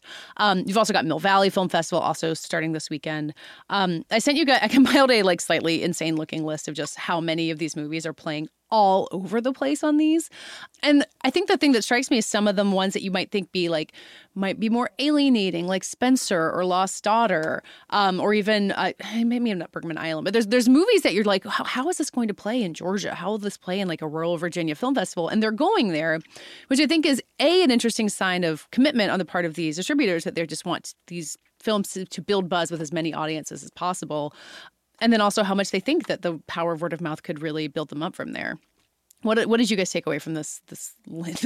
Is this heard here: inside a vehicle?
no